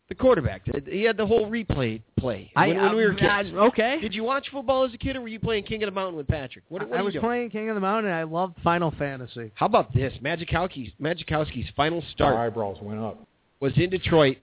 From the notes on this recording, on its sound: In Spokane called in with his 3 year old.